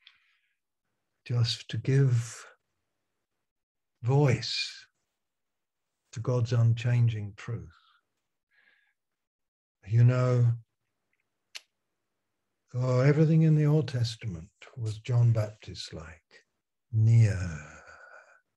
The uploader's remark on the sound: Malaysia Meets (Zoom).